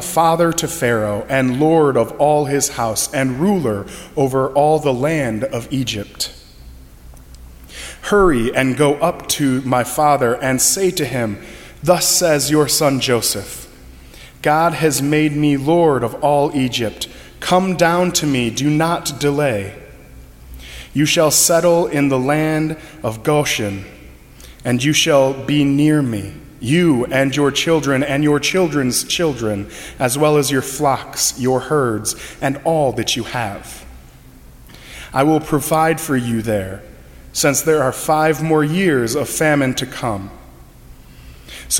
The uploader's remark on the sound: during the 10:30 AM service on Sunday August 20, 2017, at First Presbyterian Church of Arlington Heights, Illinois.